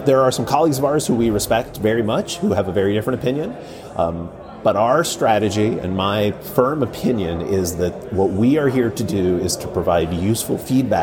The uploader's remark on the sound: In this special bonus episode recorded at the Passive House Network Conference.